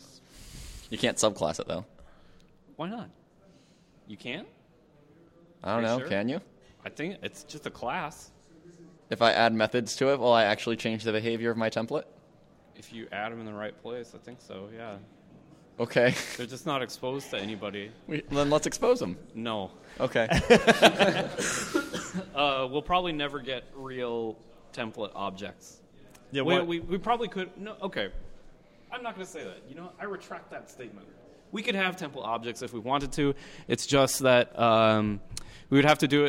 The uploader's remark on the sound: Live from RailsConf. We also field audience questions.